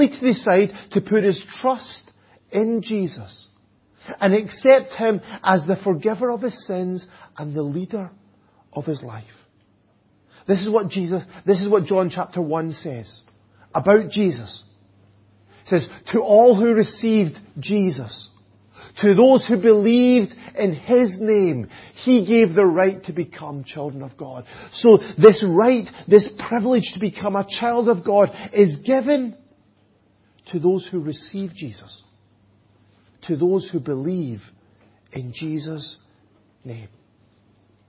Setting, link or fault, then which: setting, large echoing room